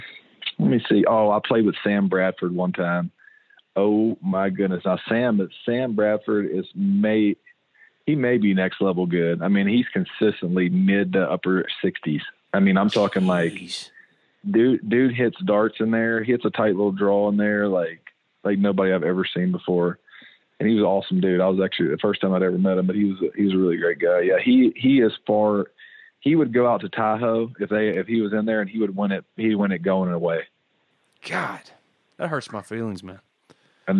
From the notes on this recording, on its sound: On the Modern Woodmen phone line.